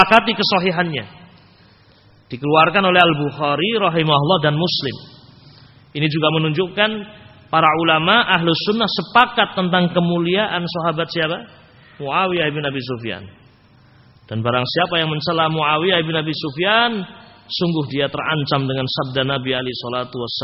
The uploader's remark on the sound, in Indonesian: Rec Audio Rekaman Tausiyah ba'da shubuh. Dari Masjid Ibnu Taimiyyah Sanggrahan, Grogol , Sukoharjo. File Audio 32kbps.